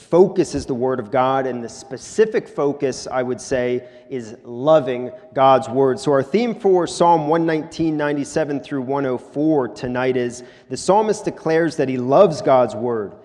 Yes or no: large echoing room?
yes